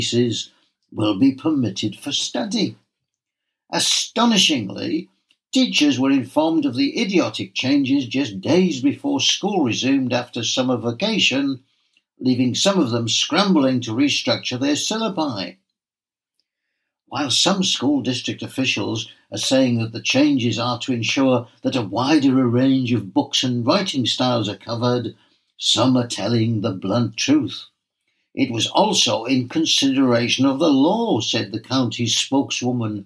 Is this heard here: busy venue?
no